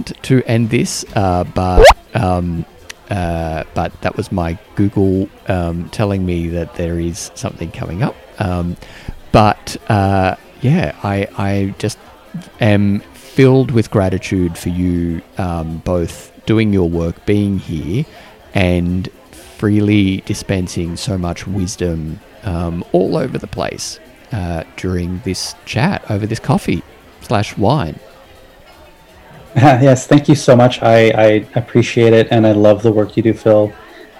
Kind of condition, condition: setting, busy venue